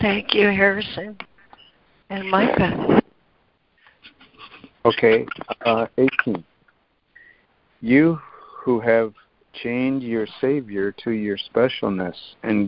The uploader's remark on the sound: ACIM Daily Conference Call.